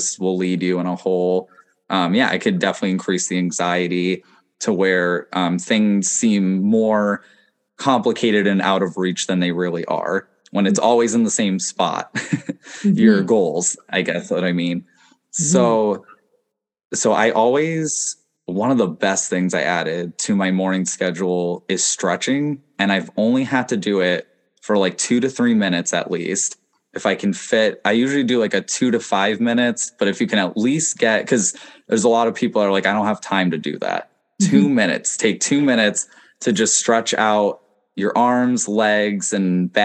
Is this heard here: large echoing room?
no